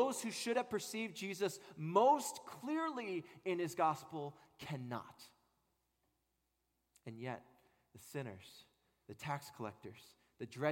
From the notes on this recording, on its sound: At Redeemer Presbyterian Church in Charleston, SC